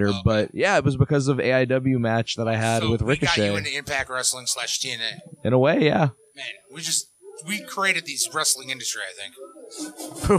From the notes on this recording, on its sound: Are on the road again this week as they broadcast live from The Golden Nugget Diner somewhere in Chicago.